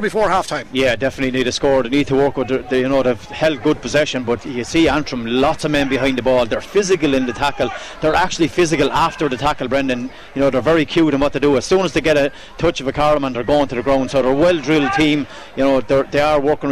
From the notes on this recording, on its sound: We were live from Corrigan Park